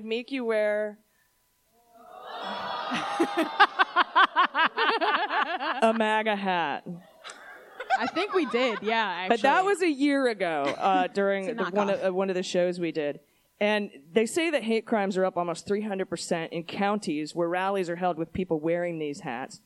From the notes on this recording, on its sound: Live from DC. We're live this week from The Miracle Theatre in DC!